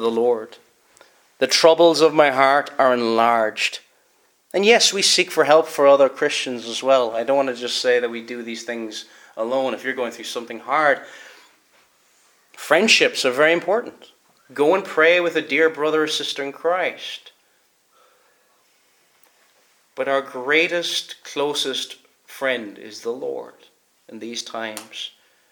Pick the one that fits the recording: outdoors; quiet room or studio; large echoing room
large echoing room